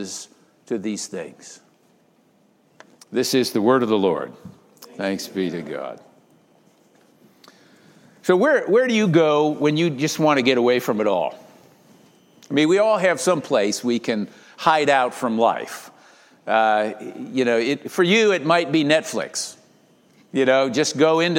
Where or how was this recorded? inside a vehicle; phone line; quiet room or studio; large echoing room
large echoing room